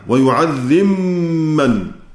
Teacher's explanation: يدغم فيها السوسي الباء في الميم بعدها · Term: إدغاما محضا